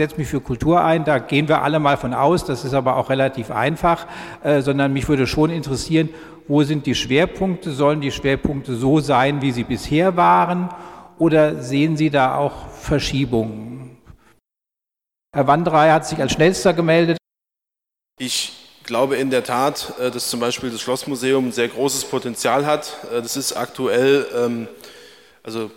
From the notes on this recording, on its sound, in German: Podiumsdiskussion vom Dachverband Kultur e.V. Sie hören die leicht gekürzte Fassung des Mitschnitts.